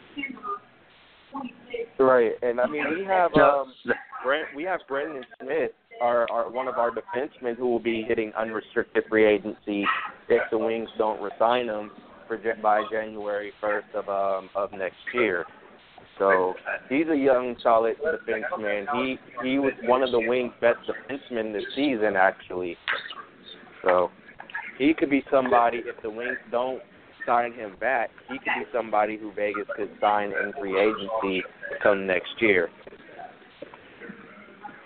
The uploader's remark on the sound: live from the Encore Hotel and Casino in Las Vegas